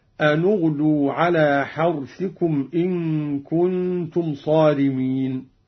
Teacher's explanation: قرأ قالون بضم أولى الساكنين وهو النون، هكذا أن اغدوا على حرثكم إن كنتم صارمين.